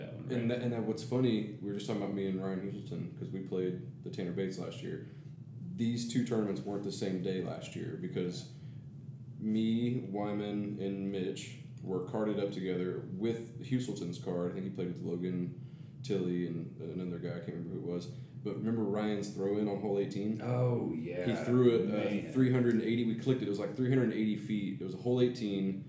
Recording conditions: poor sound quality